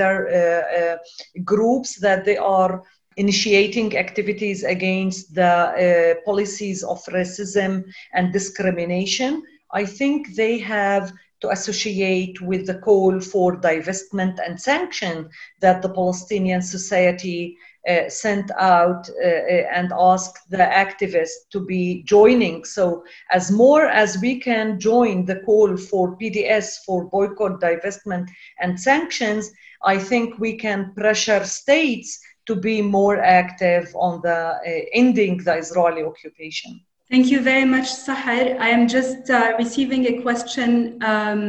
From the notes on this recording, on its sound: We would like to thank our friends in the Cairo Institute for Human Rights Studies (CIHRS) for permission to use to the audio of this webinar.